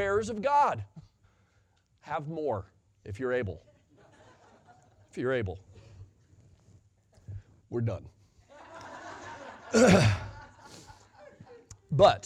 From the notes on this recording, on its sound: Sunday Morning Sermon Audio